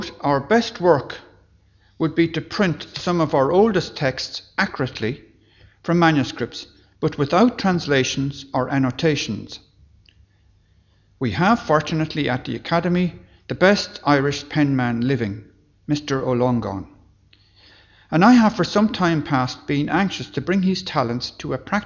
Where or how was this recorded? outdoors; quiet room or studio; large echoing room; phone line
large echoing room